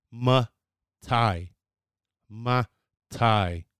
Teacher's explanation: It's not matai, it's matai. It's quick. It's a quick A. But it is still the same type of A.